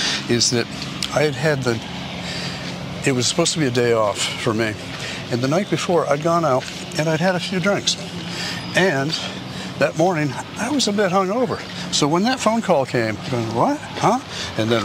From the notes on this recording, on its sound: Takin A Walk in Brookline Mass.